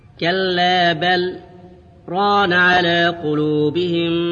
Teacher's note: هل لاحظت السكتة الخفيفة في بل ران على قلوبهم